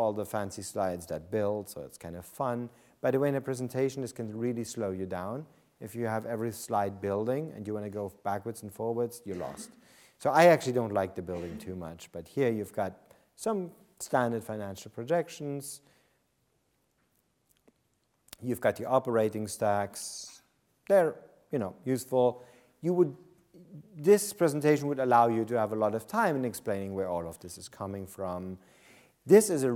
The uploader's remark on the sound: This lecture took place at the Saïd Business School, University of Oxford on December 2nd, 2014.